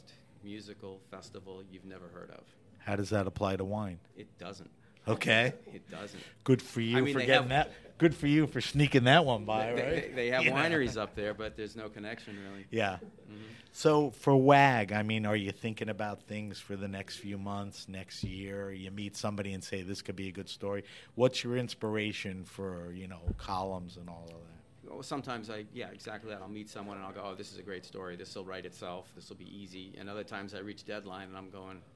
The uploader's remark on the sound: This episode of HRN On Tour was recorded at the Global Wine Dinner at Washington Prime as part of Norwalk Now’s CRUSH.